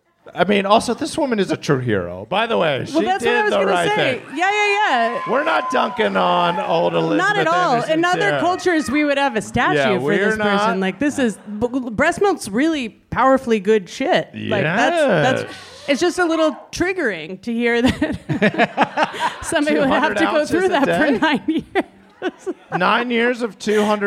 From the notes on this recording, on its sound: It's Bananas live at the Elysian Theater for the second annual Splitty in the City!